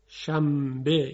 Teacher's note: به جایی که نون بگیم میم میگیم · Term: قلب به میم